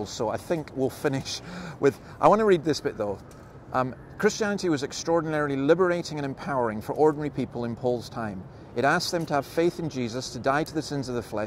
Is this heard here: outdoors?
yes